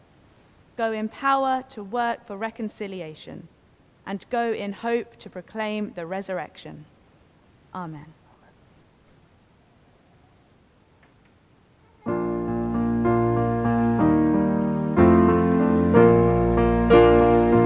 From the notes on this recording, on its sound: Remembrance Service. Christ Church, Bayston Hill (UK).